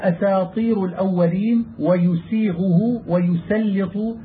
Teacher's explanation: تبين السين في جميع هذا بيانا ظاهرا لئلا تصير بلفظ الصاد لوقوع حرف الإطباق أو حرف الاستعلاء بعدها.